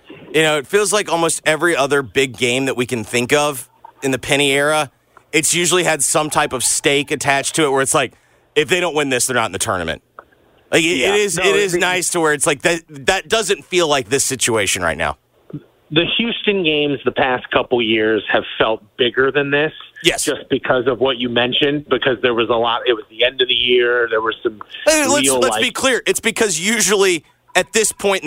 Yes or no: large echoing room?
no